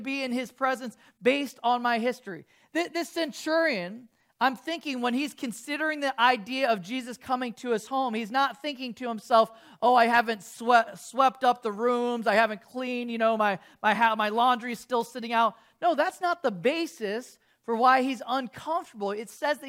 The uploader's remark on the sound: 8:30AM service video soundtrack